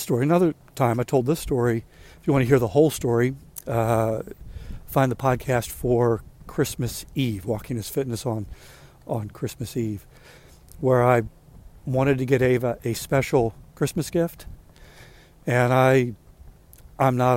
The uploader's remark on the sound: During today's ten-minute walk